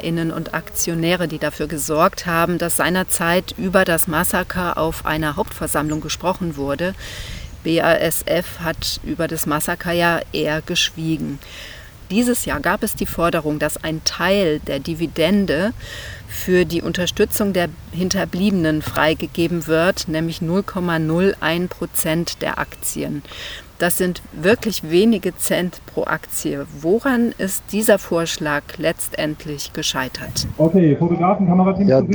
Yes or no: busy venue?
yes